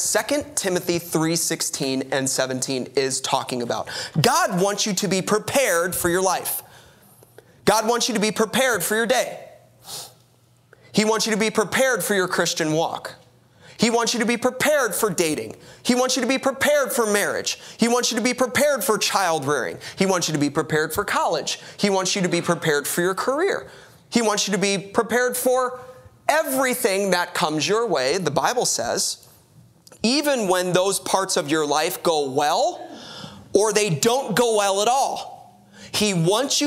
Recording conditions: large echoing room